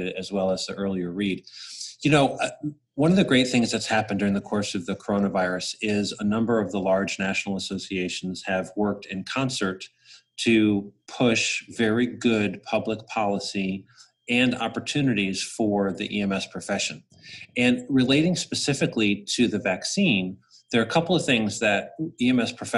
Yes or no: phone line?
no